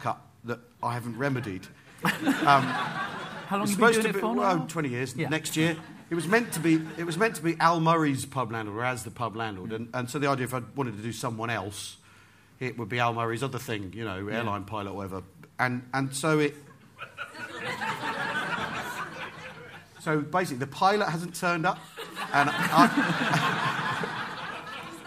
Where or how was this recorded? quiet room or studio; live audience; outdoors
live audience